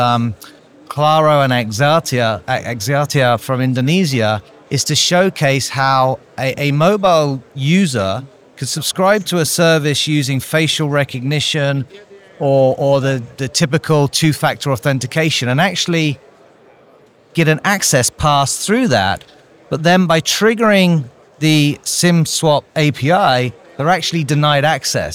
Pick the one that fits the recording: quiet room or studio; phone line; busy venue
busy venue